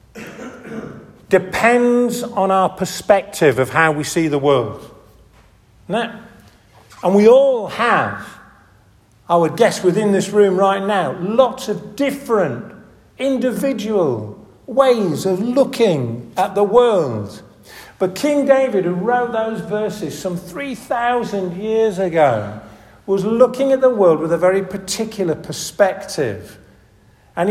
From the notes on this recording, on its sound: This audio recording was taken from the annual 'Askrigg Friendly Society' service at St. Oswald's Church in Askrigg, June 1st 2023.